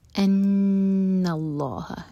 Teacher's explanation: نون پر غنہ لام جلالہ ہیوی، اس کے بعد ہا لائٹ